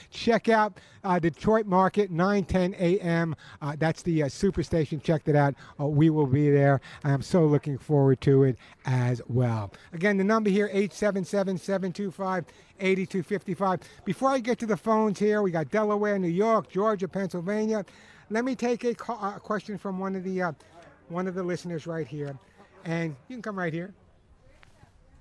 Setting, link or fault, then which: setting, busy venue